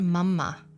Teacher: We called our mother Mama, not pronounced Mama in the American way, but Mama, as it sounded in Iceland, with a pause on the combined M's